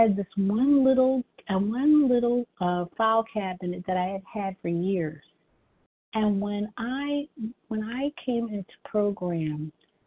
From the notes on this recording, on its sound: 100 Pounders Phone Meeting